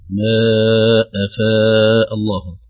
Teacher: أنواع المد، المد المنفصل، الأول جائز منفصل والثاني واجب متصل، لكن نمدهما في قراءتنا مقدار 4 حركات أو ضعف المد الطبيعي